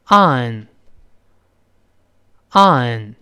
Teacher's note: 舌根不要拱起来。你要拱舌根，就读成 ang，错了